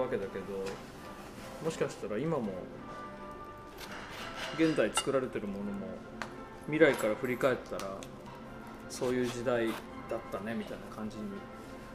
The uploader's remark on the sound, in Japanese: 喫茶店でのほろ酔い話。いつになく緩いトークと素敵な環境音をお楽しみください。